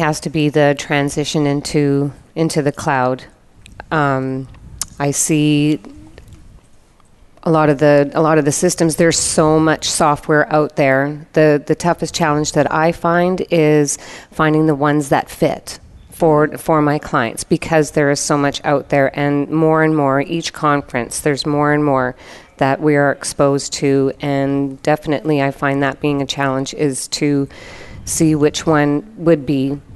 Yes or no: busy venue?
yes